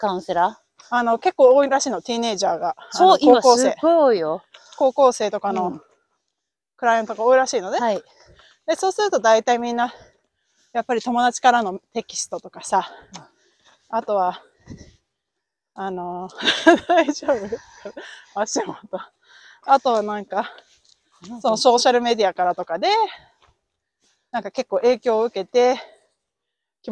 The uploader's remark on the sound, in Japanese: アメリカ・アリゾナ州発。アリゾナの朝日をバックに早朝ハイキング！歩きながらの収録だったので、お聞き苦しいところがあったらごめんなさい！